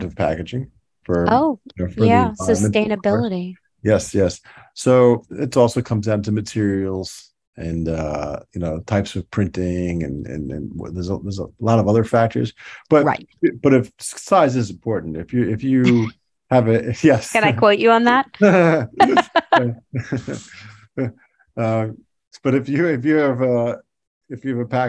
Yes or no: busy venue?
no